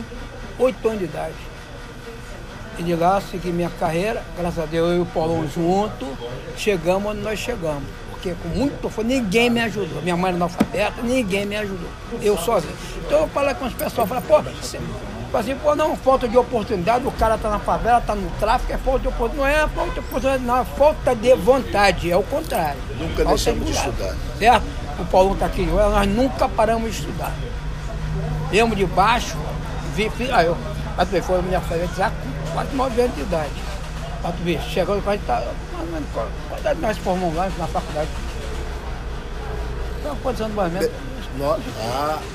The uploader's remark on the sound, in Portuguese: Gravação feita em um botequim no subúrbio do Rj.